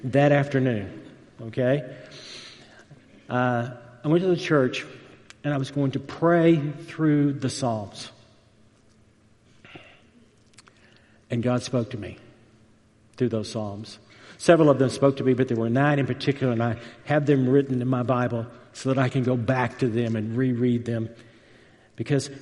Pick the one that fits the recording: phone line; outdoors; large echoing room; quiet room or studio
large echoing room